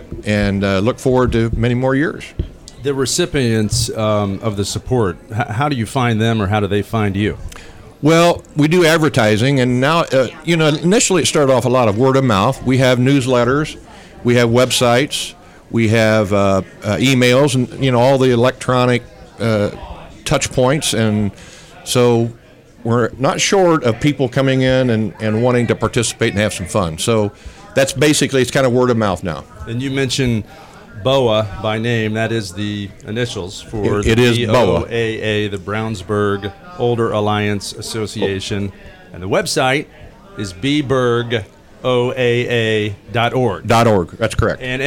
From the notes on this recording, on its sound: Recorded live on location at the Brownsburg American Legion, featuring A Night Of Comedy to benefit the Brownsburg Older Adult Alliance.